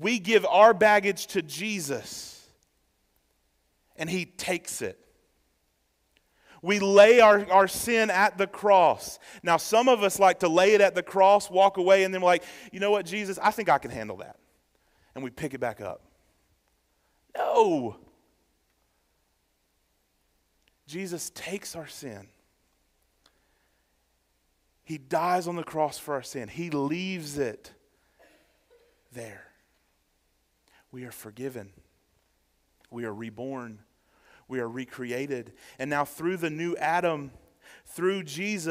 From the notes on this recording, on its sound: Sermon preached on December 10, 2023, at First Baptist Church, Waynesboro, GA during the Morning Worship Service.